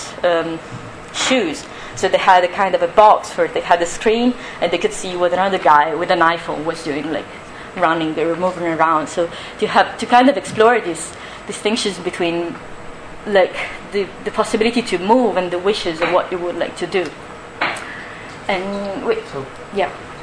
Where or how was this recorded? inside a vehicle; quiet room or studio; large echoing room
large echoing room